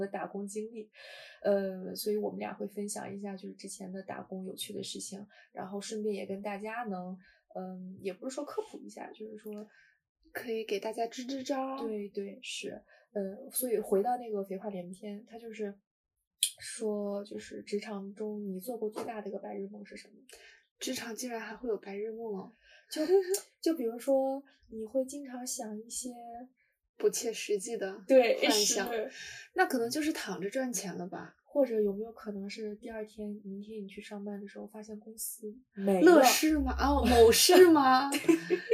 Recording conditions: poor sound quality